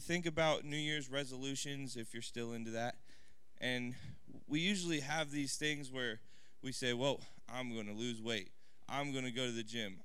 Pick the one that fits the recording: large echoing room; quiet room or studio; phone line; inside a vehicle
large echoing room